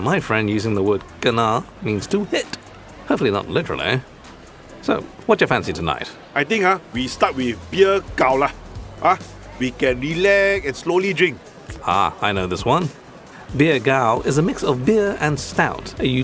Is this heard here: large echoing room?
no